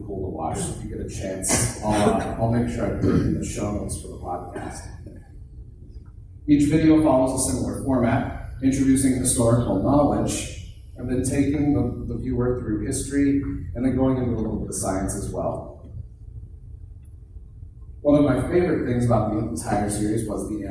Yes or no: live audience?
yes